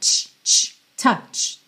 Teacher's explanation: Atenção que essa frase tem arzinho. Esse arzinho que sai tanto no T, t, t, quanto no CH.